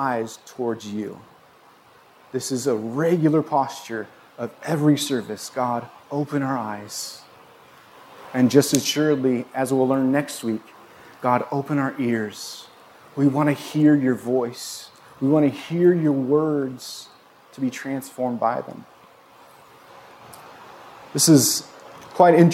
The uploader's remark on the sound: This was recorded on Jun 26, 2022 at Bethel church in Ridgefield, Wa.